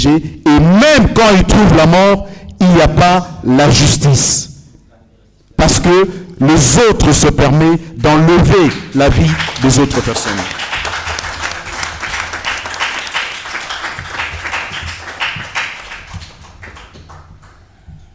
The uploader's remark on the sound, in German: Unbearbeiteter Mitschnitt der Pressekonferenz mit internationalen Initiativen gegen rassistische Polizeigewalt, abgehalten in Berlin.